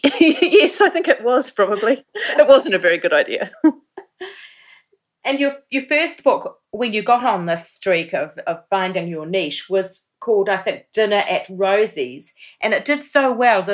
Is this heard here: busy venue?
no